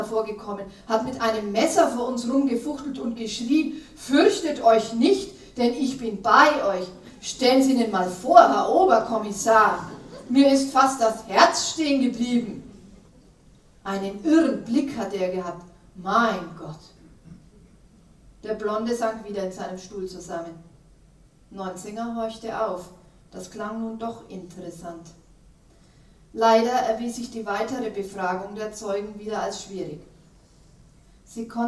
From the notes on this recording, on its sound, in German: Ein Live-Mitschnitt der Buchpräsentation. Von einer Buch-Premiere einen Hörbeitrag.